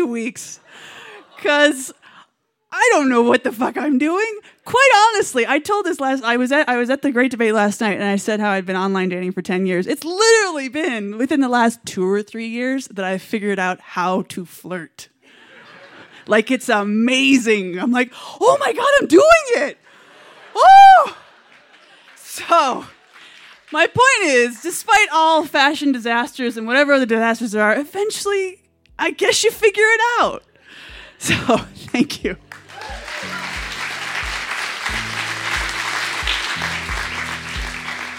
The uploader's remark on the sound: Recorded live on 17 May 2017 at Buntport Theater in Denver, Colorado. The theme of the evening was "Fashion Victim."